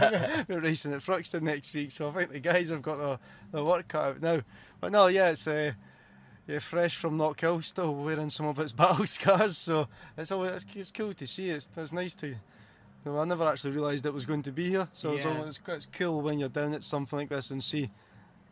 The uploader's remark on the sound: This episode was recorded live at the 2021 British Motor Show in Farnborough. Track Back was in collaboration with The Podcast Guys who were the official podcast and video partner of the British Motor Show.